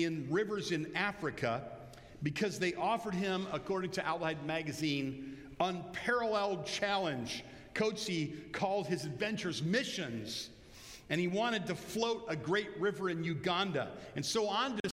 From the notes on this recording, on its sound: Bethel Church–Jackson, Michigan